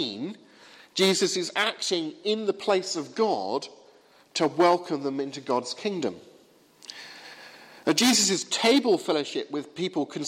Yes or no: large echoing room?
yes